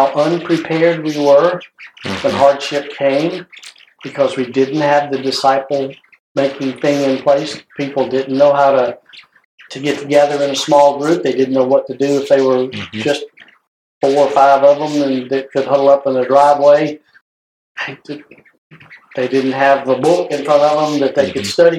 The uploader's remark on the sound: Headphone warning! Audio is fuzzy, please listen at a low volume!